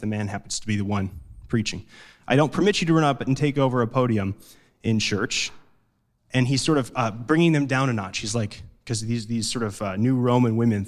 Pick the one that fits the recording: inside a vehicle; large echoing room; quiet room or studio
large echoing room